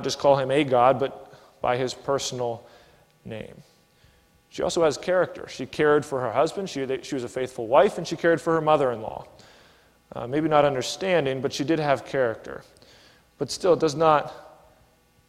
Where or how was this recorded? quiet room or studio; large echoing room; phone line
large echoing room